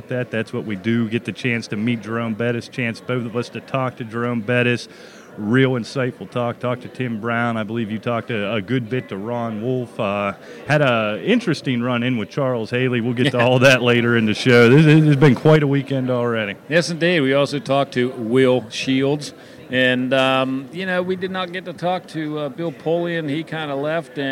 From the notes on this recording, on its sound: Have come back to Canton. Join us as we come to you live from radio row at the Pro Football Hall of Fame.